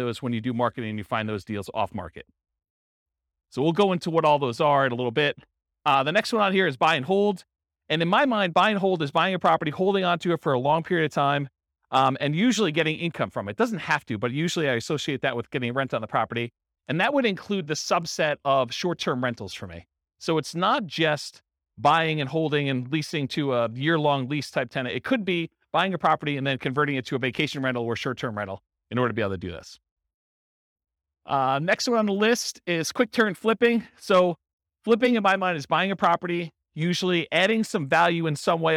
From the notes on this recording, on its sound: This was a live class recorded. In Santa Clarita, California.